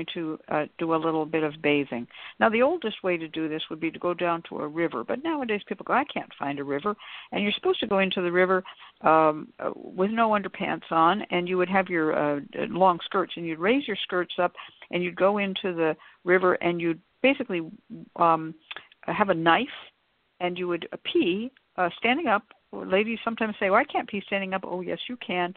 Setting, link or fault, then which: link, phone line